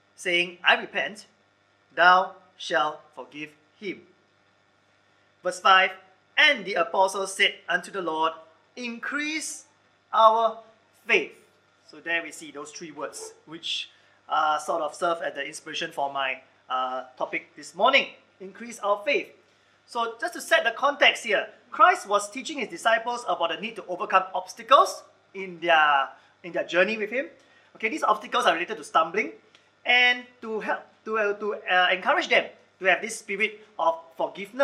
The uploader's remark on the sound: Recorded Live/Sermon